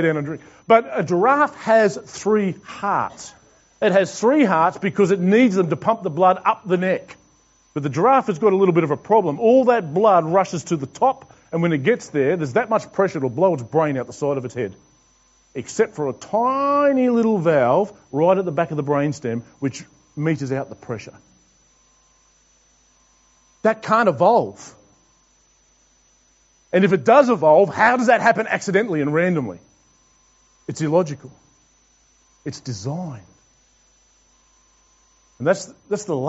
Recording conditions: large echoing room